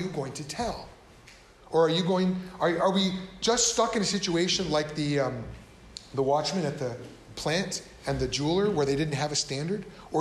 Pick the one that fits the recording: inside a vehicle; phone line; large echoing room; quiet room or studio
large echoing room